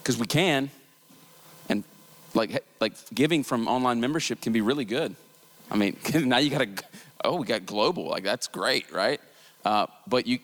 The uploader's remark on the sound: This audio was from Relational Discipleship Network 's third track session from last year's Forum. This audio was from Relational Discipleship Network 's third track session from last year's Forum.